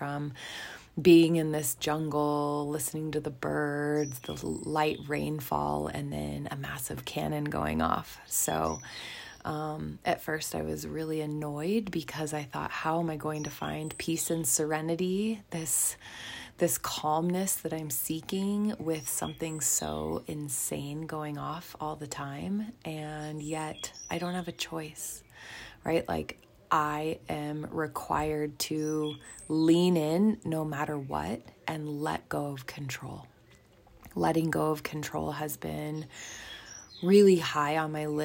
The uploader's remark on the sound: From the forest of Lake Atitlan, Guatemala, I decided it was time to hit record and get this pod party started!